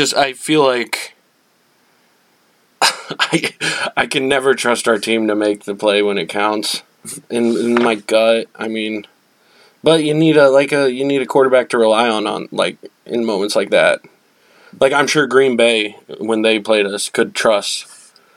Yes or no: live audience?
no